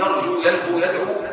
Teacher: فنقول يرجو يلهو يدعو هكذا بواو ساكنه باعتبار ان فيها ضمه مقدره